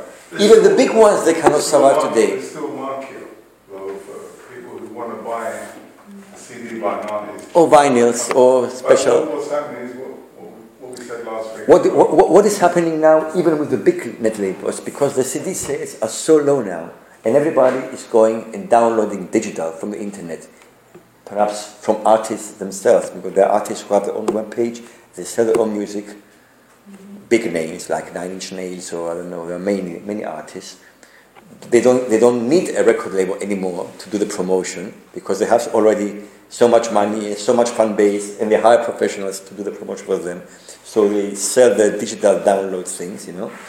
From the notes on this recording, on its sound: This is a podcast recorded during a guest lecture for a MA class (Digital Media Content) at the University of Nicosia.